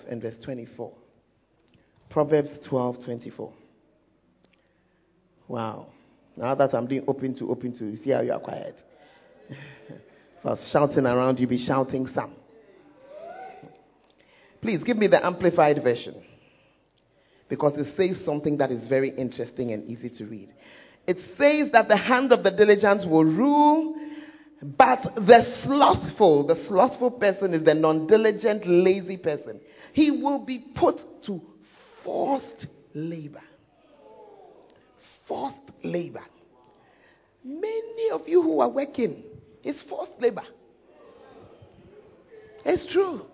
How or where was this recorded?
large echoing room